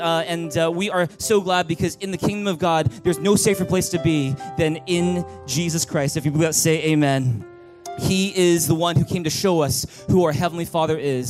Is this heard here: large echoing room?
yes